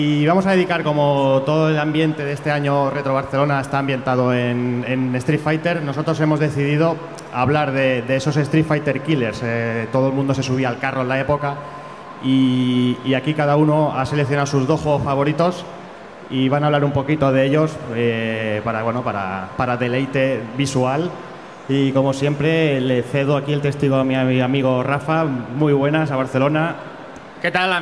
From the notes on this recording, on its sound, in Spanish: Retrobarcelona 2017. Os traemos el especial que grabamos en la pasada Retro Barcelona junto a nuestros hermanos y compañeros de Rejugando.